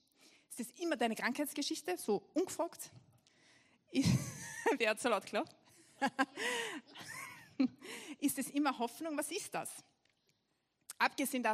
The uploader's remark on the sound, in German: Gottesdienst live aus der LIFE Church Wien.